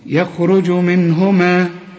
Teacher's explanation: النون هنا ساكنة وبعدها هي، الها من حروف الإظهار ما تغنش أبدا، واللي نون بعدها هي ما فيش غنة.